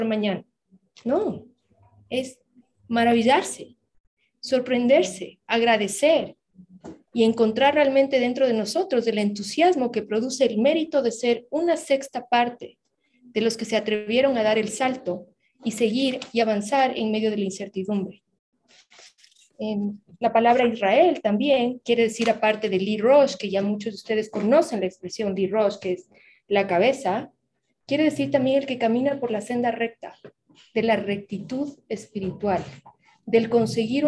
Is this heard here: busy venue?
no